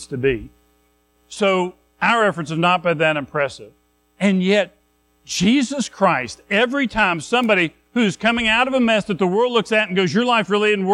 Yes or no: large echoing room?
yes